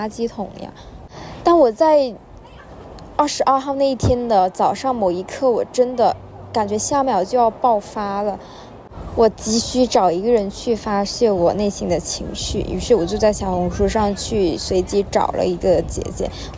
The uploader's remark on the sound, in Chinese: 在星巴克录制播客，室内录音很嘈杂